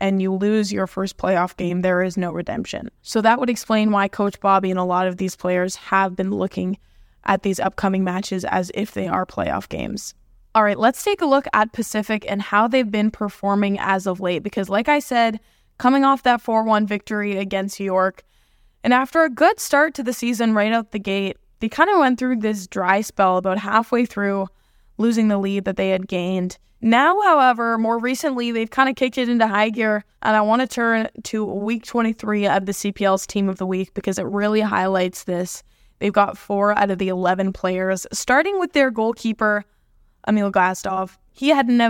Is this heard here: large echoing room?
no